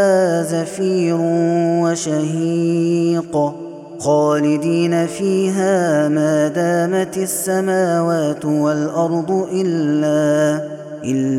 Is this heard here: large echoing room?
yes